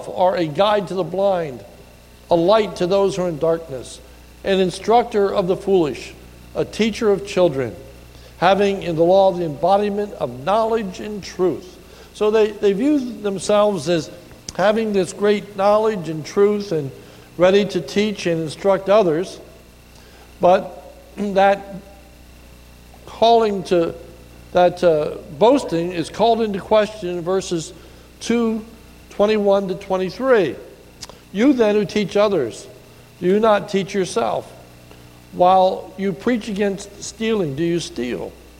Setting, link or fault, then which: setting, large echoing room